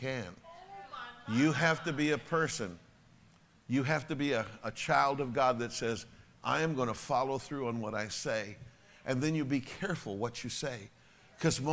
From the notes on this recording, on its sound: Sunday Evening Service. Message delivered to His Church World Outreach Center.